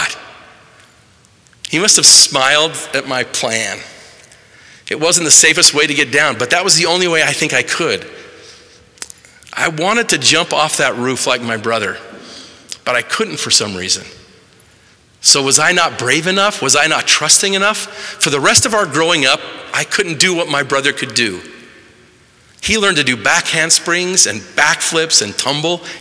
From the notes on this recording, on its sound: delivered March 21, 2023, in the Assembly Hall on Temple Square in Salt Lake City